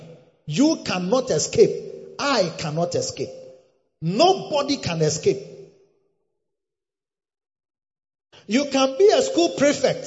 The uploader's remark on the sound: Preached at the Escape 2023 - The Makarios Cathedral, HQ